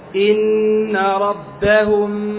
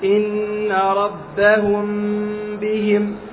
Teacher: يكون إخفاء الميم عند الباء بانطباق يسير جدا للشفتين عند النطق بالميم الساكنة، مصاحبة لغنة بمقدار حركتين